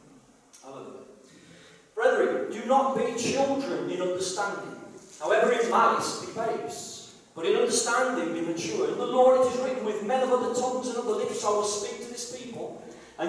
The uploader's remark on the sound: KCC's morning service. Please note that this is a live recording and at times the audio may not be the best due to external circumstances.